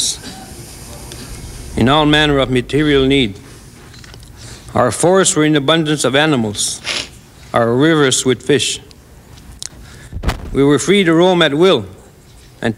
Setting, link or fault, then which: setting, live audience